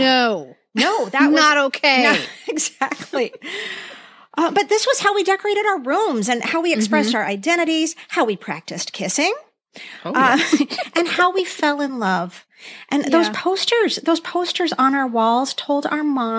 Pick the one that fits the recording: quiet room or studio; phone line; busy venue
quiet room or studio